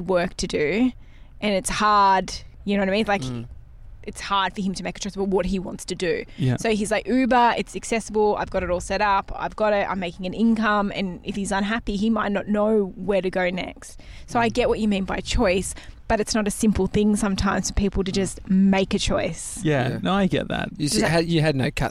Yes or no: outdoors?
yes